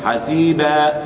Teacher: أقف بالألف حسيبا، مع أن الكلمة منونة، فكأني أبدلت التنوين ألفا، هذا وقفا.